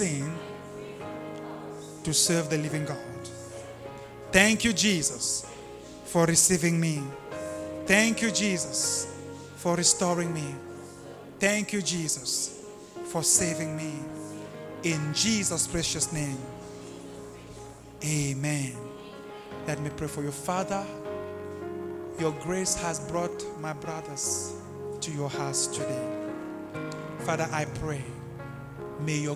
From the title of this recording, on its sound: LIVE AT ABC ROBEGA